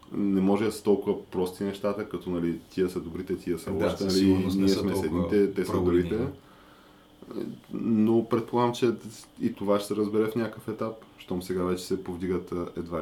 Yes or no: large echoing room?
no